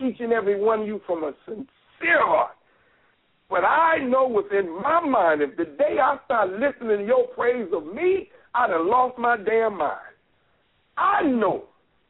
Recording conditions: phone line